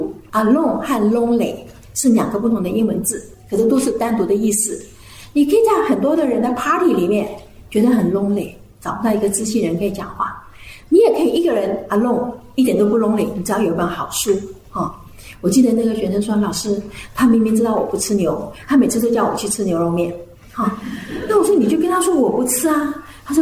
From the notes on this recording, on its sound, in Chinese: 專題講座現場錄音